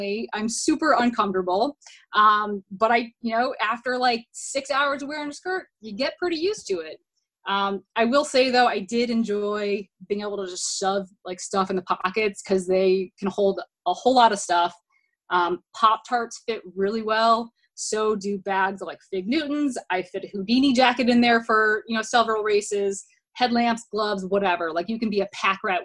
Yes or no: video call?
yes